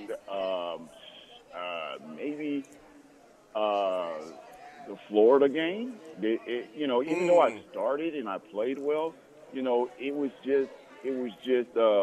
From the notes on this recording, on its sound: Live From Daq Shack (4630 Leighton Ave Suite 25).